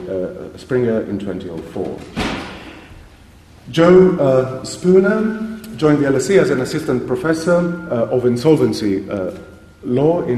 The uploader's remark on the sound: At this event, four of our experts will share and discuss their work with the audience